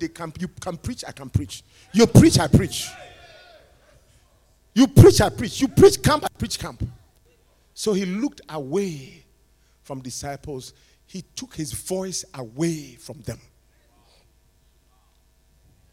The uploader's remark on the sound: North American DaniePaul Conference was held 9-12 Nov 2022 in Las Vegas, NV.